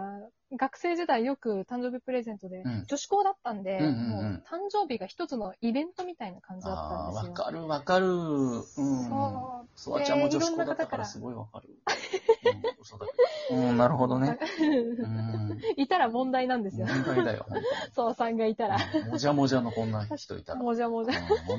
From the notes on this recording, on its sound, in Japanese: リモート収録。ゲストと一緒に配信。